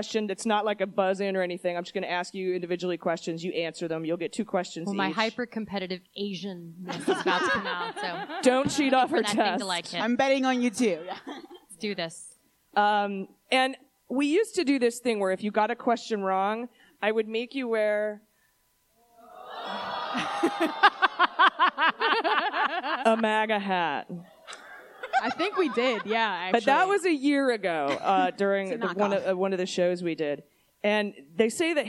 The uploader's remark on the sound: We're live this week from The Miracle Theatre in DC!